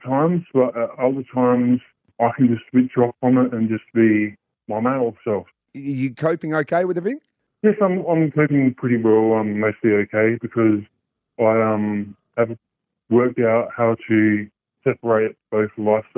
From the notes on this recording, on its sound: An anonymous caller phoned into the 107.1 SAFM breakfast show. The call aired as part of the Secrets of the Suburbs segment which solicits for scandalous secrets providing listeners anonymity via a voice decoder.